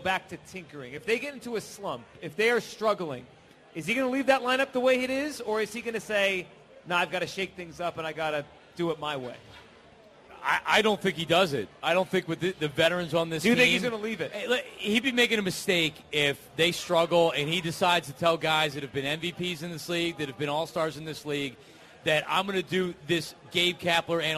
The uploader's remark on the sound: Live from Chickie's